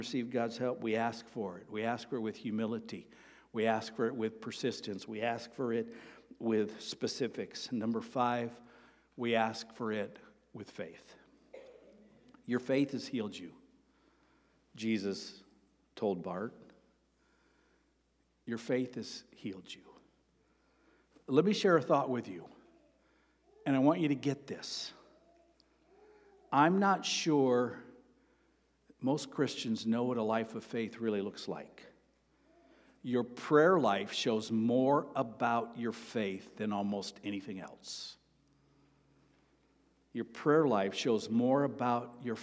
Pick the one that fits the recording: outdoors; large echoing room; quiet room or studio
large echoing room